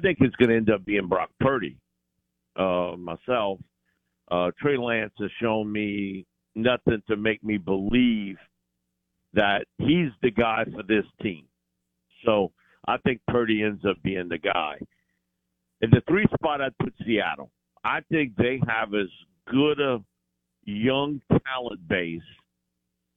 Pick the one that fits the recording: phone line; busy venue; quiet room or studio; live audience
phone line